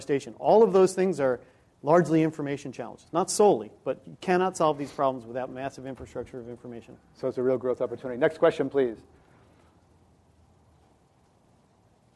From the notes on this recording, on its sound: This program was recorded in front of a live audience at the Commonwealth Club of California, San Francisco on March 11th, 2011